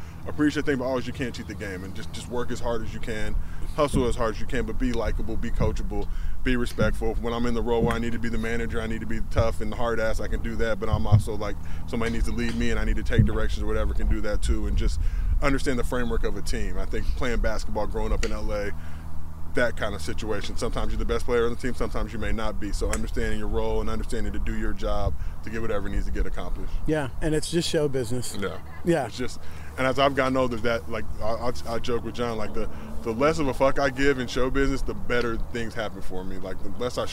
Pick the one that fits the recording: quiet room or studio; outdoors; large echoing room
outdoors